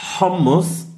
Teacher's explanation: der Unterschied ist, dass das H hauchiger sein muss. Es ist so fast wie, wenn du sagst lächeln, also nicht ganz, aber das H hat so mehr Volumen.